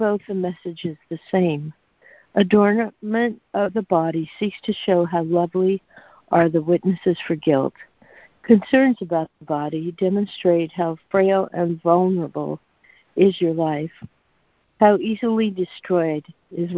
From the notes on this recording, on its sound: ACIM Daily Conference Call